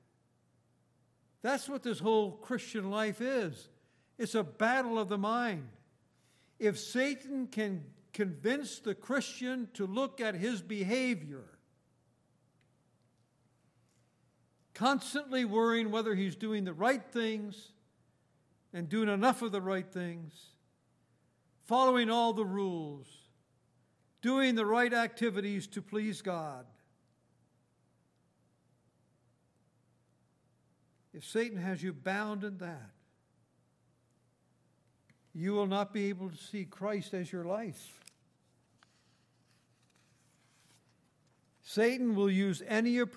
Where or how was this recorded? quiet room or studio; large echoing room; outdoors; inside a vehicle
large echoing room